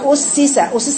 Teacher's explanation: زمن الرخاوة الموجودة في حرف السين، باينة جدا في السين الساكنة